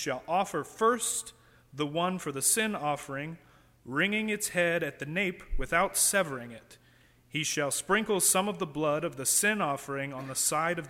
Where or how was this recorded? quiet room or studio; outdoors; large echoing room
large echoing room